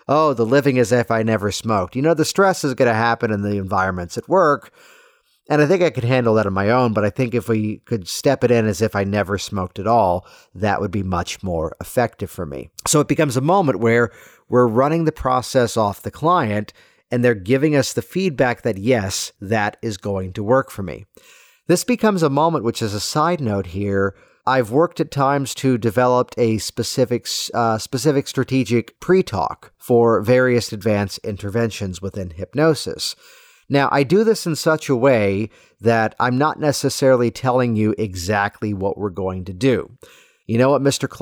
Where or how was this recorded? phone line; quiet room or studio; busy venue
quiet room or studio